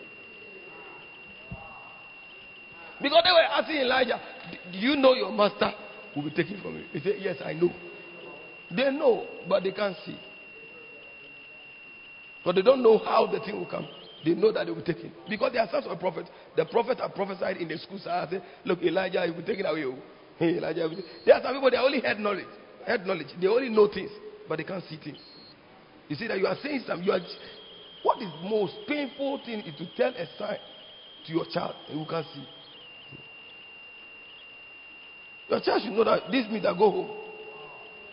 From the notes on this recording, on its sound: Preached At The 12 Foundations Of The Bacenta Camp